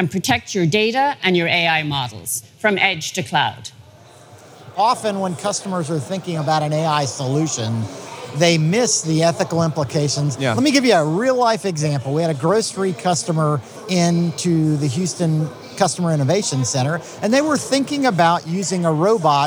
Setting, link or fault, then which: setting, busy venue